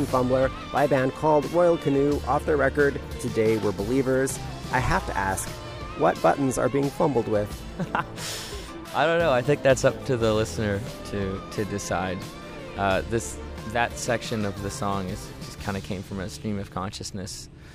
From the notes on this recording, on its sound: Sun Yat-Sen Classical Chinese Garden, which was a perfect place for a chat. Enjoyed the tranquility of the first Chinese or "scholars" garden built outside of China, we did the interview.